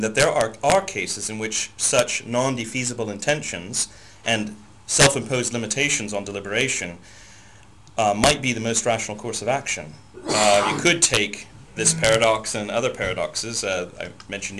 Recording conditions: distortion